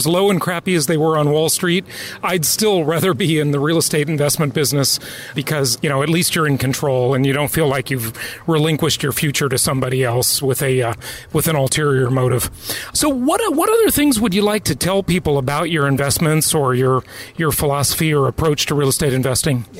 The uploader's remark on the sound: In between activities during the Oklahoma City JHU Live event is a great time to record a podcast